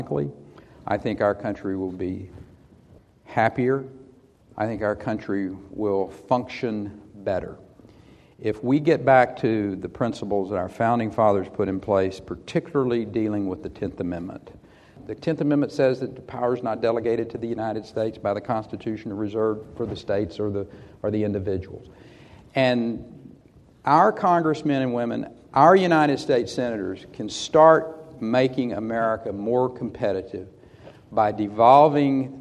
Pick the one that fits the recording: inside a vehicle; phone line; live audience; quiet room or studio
live audience